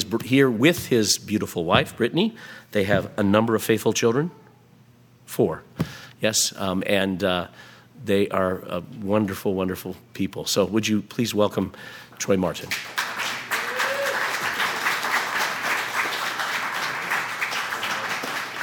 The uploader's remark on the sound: 2023 Fall Conference Talk #1